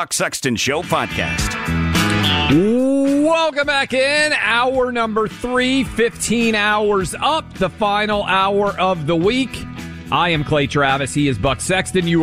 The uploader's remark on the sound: A spicy phone call